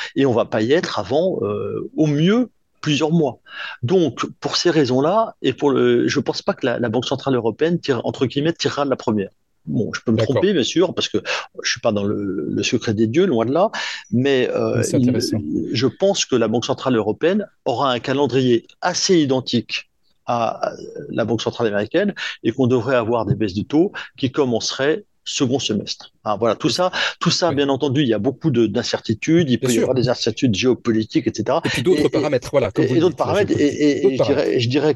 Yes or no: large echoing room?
no